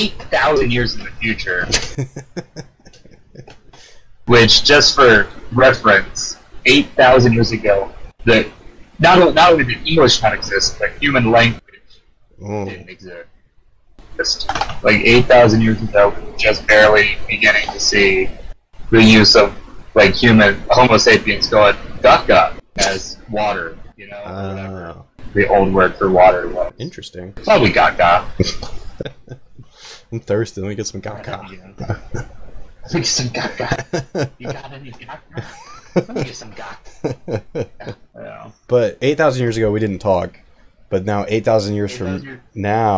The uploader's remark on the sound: Sorry for the audio issues